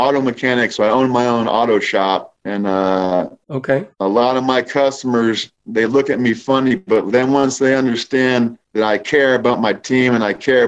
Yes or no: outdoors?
no